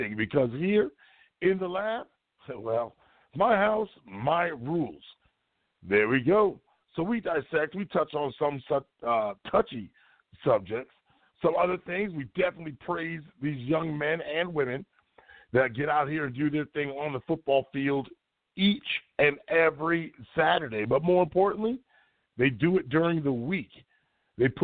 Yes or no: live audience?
no